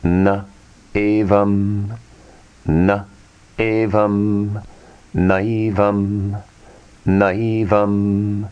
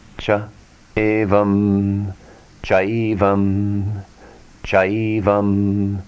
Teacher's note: Combinations of two vowels which create the vriddhi form, ai. A plus a equals ai.